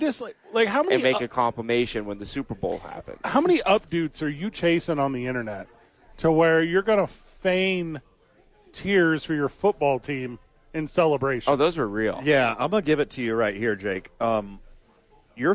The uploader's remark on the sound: live at Howies to watch the National Championship Game